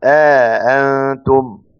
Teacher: والتحقيق بالمد بإدخال ألف